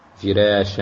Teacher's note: الراء مرققة بالنسبة لورش